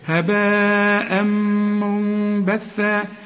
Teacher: ما هي النون ساكنه وبعدها به يحصل للنون اقلاب، نقلبها الميم ونخفيها ونغنها